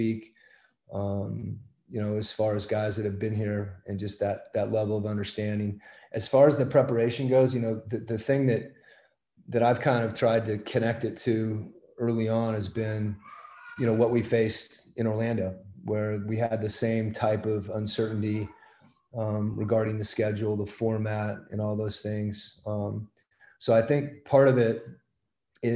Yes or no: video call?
yes